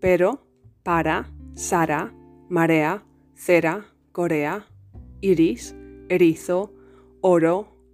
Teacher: What some people refer to as the soft R in Spanish is called voiced alveolar tap. To produce it, you must literally Tap the tip of your tongue against the alveolar ridge or gum line right behind your teeth.